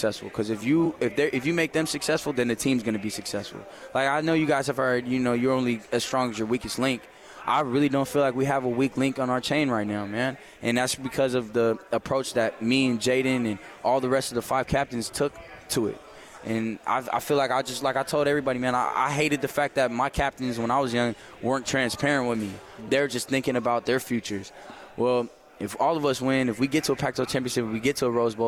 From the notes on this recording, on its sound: LIVE from Pac-12 Media Day in Los Angeles, CA.